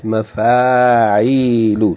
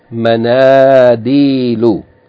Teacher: it has a long vowel after the first root radical, and then it has a long vowel after the second root, yani letter, or second radical, and then, of course, yani it's mamnu' min al-sarf, so it doesn't have tanween. · Term: two long vowels